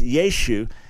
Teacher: Now, there's a linguistic argument that it originally was pronounced Yeshua, and it's an ayin at the end that's not pronounced in modern Hebrew today. And that at a certain point, the final ah was kind of lost in Yeshu. And so you lost that final ayin, and you ended up just with Yeshu.